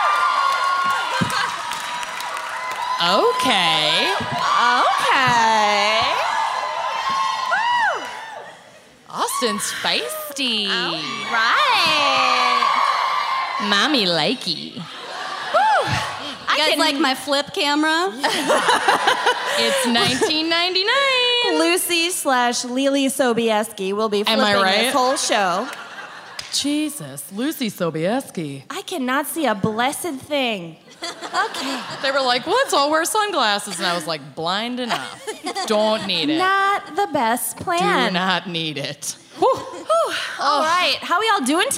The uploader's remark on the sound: Music Fest Mishaps (Austin LIVE).